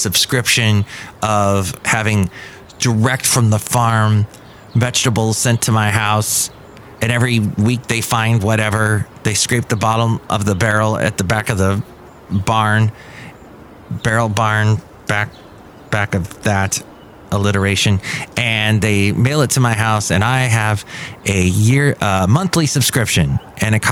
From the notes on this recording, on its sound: podcasts live from Café Anyway